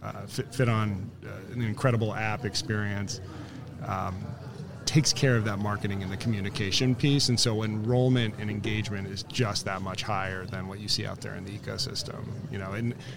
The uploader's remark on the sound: Live from SHRM 2022